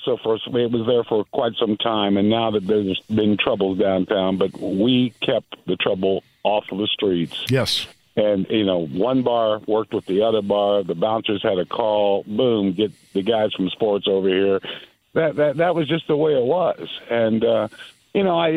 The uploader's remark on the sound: Thanks to everyone who called in and asked questions!